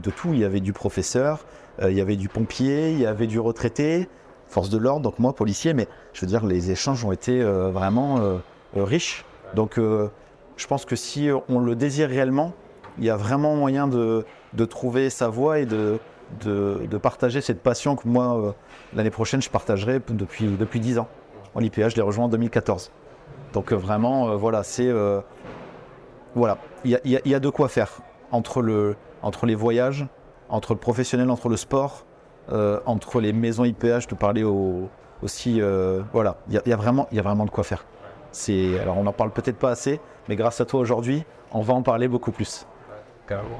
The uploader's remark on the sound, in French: Cette semaine, nous vous proposons un épisode enregistré sur le salon Milipol à Paris.